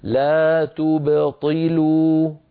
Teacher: الباء هنا باء ساكنة مقلقلة قبلها ضمة وبعدها كسرة، فلا يصح أن أقول تبطلوا فأجعل الباء تتأثر بالضمة التي قبلها، ولا يصح أن أقول تبطلوا فأجعلها تتأثر بالكسرة التي بعدها، بل أسكنها مقلقلة هكذا لا تبطلوا لا تبطي لا تبطي، كل حرف يأخذ حقه بدون تكلف وبدون يعني شيء مشوش.